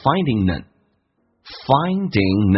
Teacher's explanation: in a haystack. Look for 指的是寻找， needle 指的是针， haystack 指的是干草堆，就好像在干草堆找到一根针一样，也就是我们翻译成我们中国人说话的方式，大海里面捞针一样。首先听力的难点 and 不被强调，直接弱化成一个鼻音 n finding 跟 n 有一个连音，我们刚刚有讲过 finding 跟 n ing 结尾 g 去掉用 n 进行连音叫 findingn